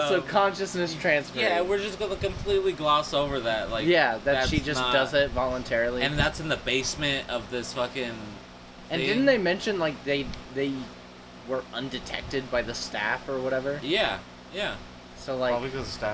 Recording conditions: wind noise